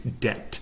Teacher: Now the B is just totally silent in this word. · Term: silent B